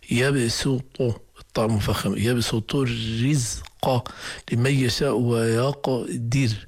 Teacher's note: فخمنا القاف مقلقلة ورققنا الراء لأنها سكنت بعد كسر